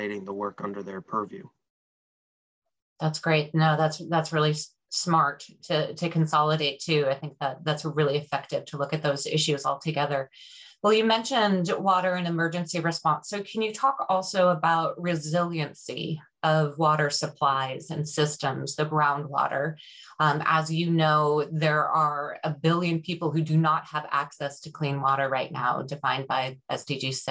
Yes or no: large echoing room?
no